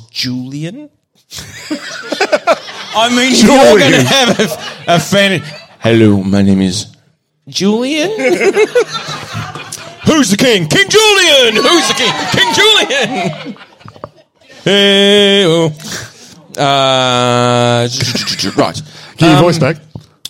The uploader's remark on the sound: Part 2 of the live show